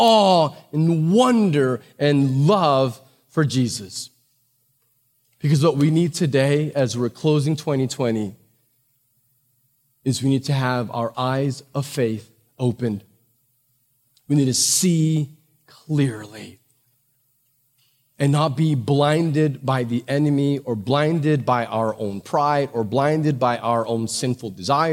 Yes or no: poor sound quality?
no